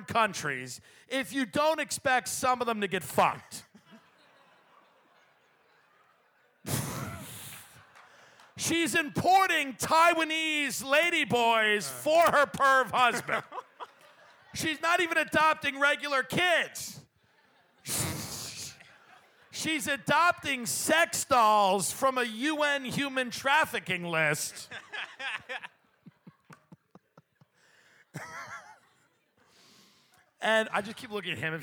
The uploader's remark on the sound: Live From Cleveland